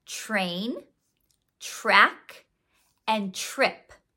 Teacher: When we have TR next to each other in a word, it sounds more like ch, r. It sounds almost like the digraph CHR.